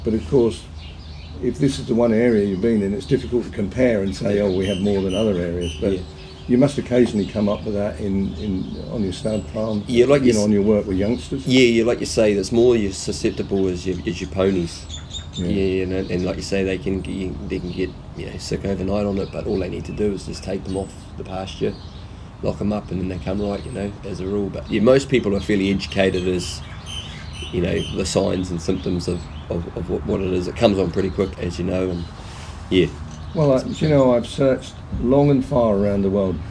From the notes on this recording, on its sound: Cambridge, New Zealand. We sat outside with the birdsong.